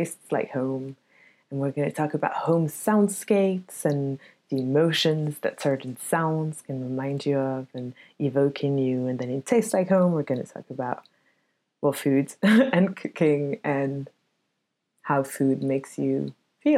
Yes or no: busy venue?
no